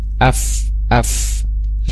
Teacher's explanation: ada hams ya, hams mengalir udaranya